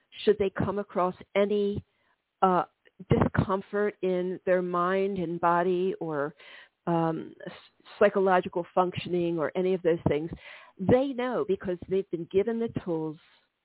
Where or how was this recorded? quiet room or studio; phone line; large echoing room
phone line